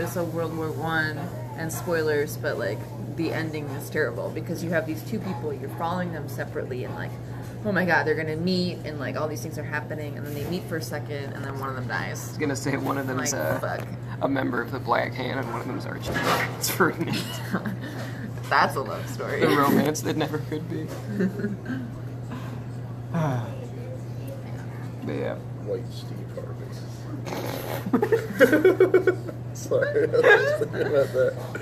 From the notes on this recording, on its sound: recorded in a moving vehicle and a falafel restaurant